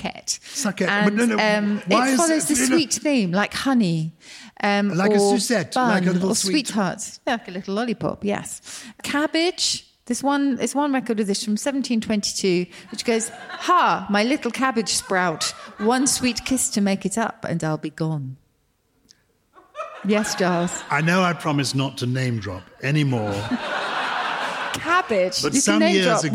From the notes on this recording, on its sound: For the second of our live shows in front of a wonderful audience of Purple People. We take lots of questions from the lovely listeners in the room.